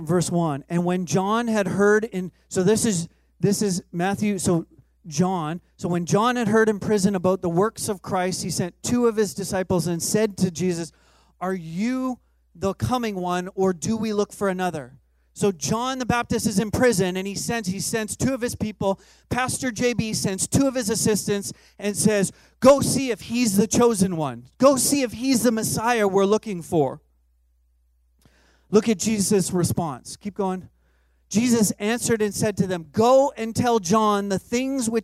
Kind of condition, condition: setting, large echoing room